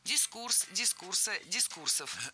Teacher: Не дискурс, а дискурс. Ударение в этом слове всегда ставим на второй слог. И при склонении ударение не меняем.